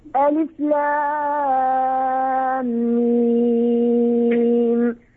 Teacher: هذه اللام ستة وميم ستة عند جميع القراء، مد لازم حرفي